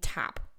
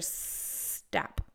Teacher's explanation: they're cutting off the S and saying top for stop · Term: cluster reduction